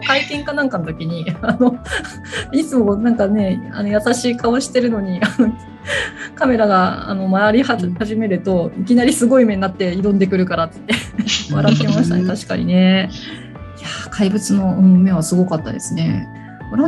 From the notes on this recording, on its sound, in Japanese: ファンのリスナーさんたちとzoomで座談会をしました